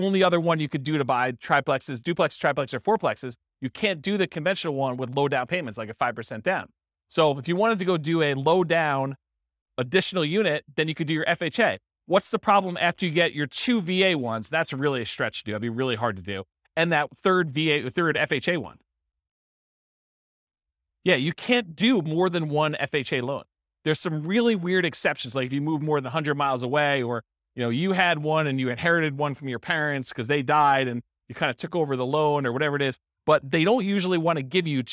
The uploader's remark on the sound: This was a live class recorded